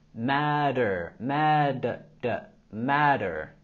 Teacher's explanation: En la palabra matter tenemos el sonido flap T que suena como un sonido D.